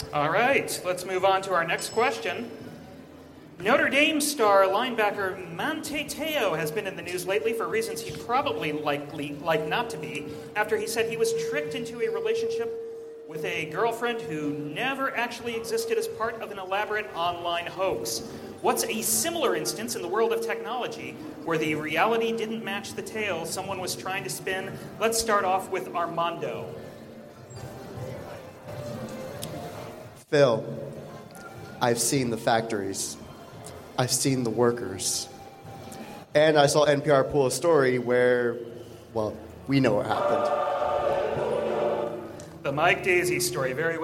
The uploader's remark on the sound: Pundit Showdown live at Macworld|iWorld 2013